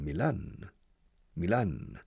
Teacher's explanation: Stressing the second syllable, Milan.